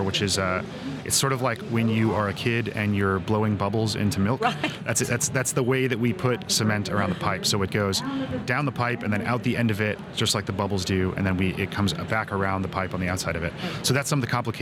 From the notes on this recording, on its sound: Recorded at the 2023 SPE Annual Technology Conference and Exhibition, San Antonio, Texas.